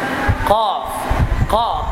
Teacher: القاف تخرج من أقصى اللسان يعني من أبعد مكان في اللسان